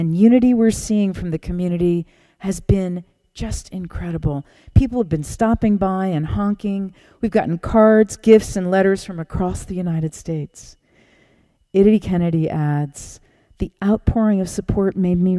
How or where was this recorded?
large echoing room